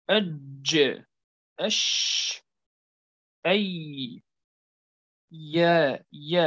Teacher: وسط اللسان هو مخرج للجيم والشين والياء مع ما يحاذي هذا الوسط من الحنك الأعلى